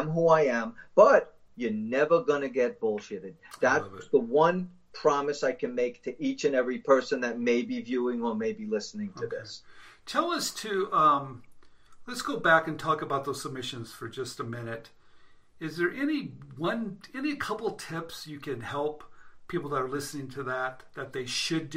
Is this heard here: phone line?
no